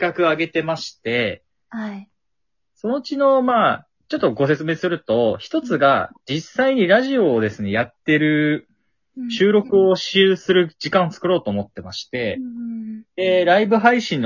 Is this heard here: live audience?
no